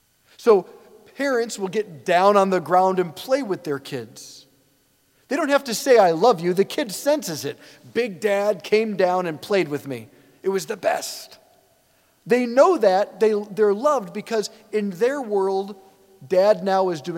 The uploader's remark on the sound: preached this homily on January 14, 2024 at St Basil the Great Catholic Church in Brecksville, OH